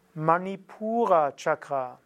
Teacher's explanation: Das U ist lang und das N ist zerebralisiert.